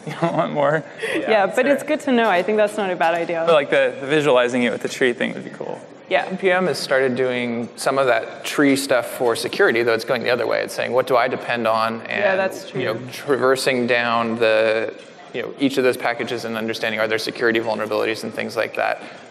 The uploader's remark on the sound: LIVE from JSConf!